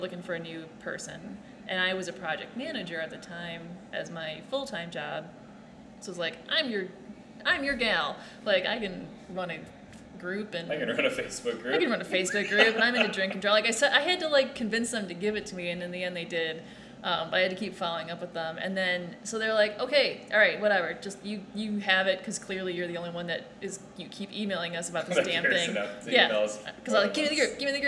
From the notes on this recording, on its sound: This episode was recorded live and in person at Beermiscuous.